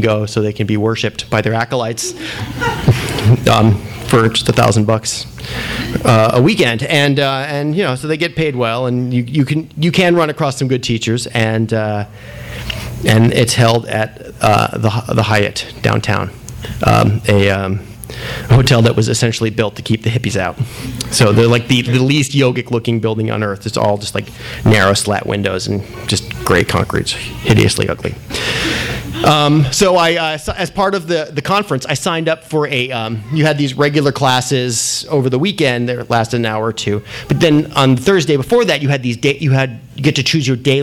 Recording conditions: live audience